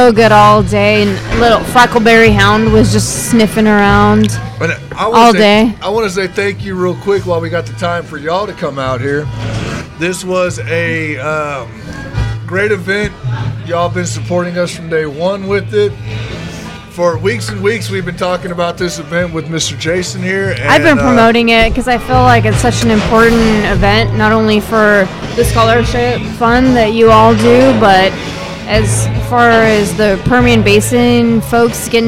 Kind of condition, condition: setting, busy venue